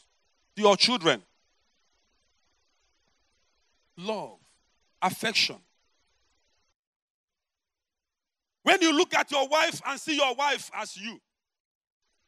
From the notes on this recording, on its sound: preached at the Overcomers Church World Outreach